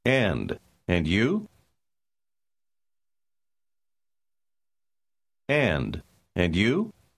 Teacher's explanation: как звук «д» в конце первого слова соединяется с «я» в начале второго? Так часто бывает при быстром темпе речи.